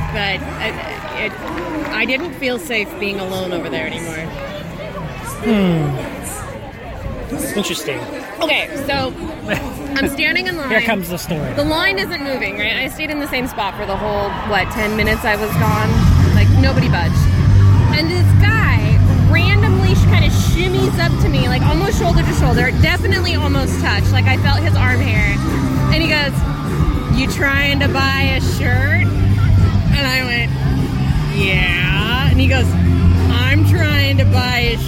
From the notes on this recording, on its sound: Live from Sabroso Festival at Papa Murphy's Park in Sacramento. In the VIP section between bands. Closing out this episode is a real life encounter with a fan of the show who is nice enough to interrupt the recording to take a picture with the producers.